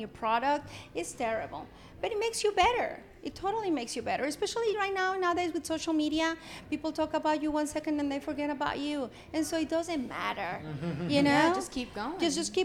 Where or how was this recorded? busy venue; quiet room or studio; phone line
busy venue